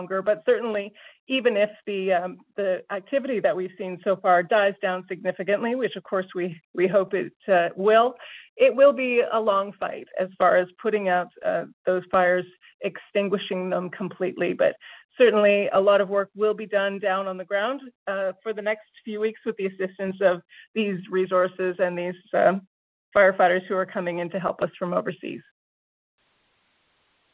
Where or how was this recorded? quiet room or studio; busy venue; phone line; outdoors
phone line